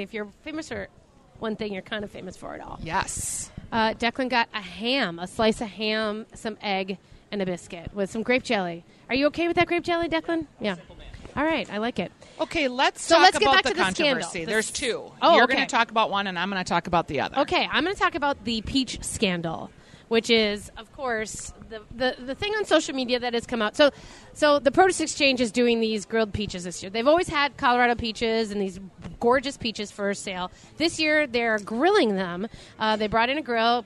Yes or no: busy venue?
yes